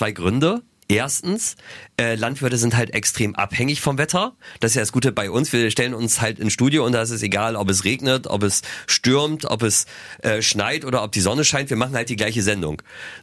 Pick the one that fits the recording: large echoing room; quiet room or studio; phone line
quiet room or studio